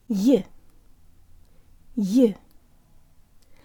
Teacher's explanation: the last Y has a very strong Y sound at the beginning and sounds like a Y-flavored schwa. Y. Y.